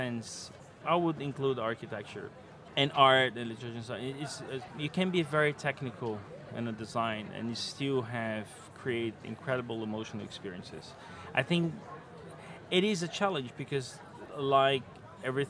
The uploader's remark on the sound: Live from Salone del Mobile